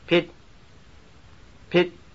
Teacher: This word has a high pitch contour.